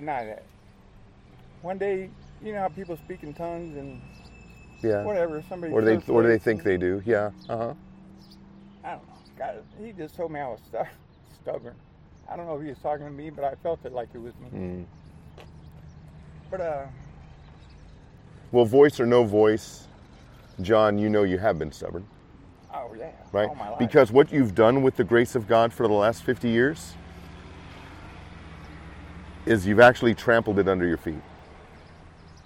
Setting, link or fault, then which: setting, outdoors